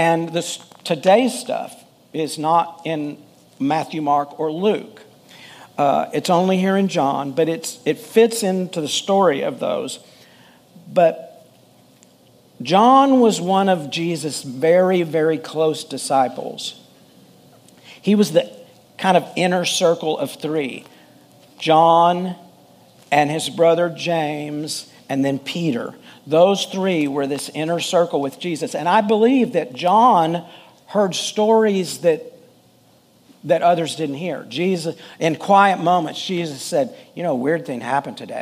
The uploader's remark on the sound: Full Sunday Service